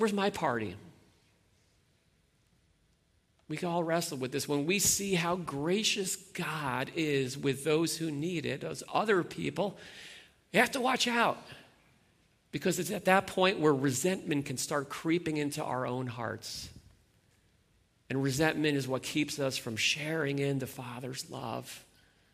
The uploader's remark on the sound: Sunday Morning Worship Gathering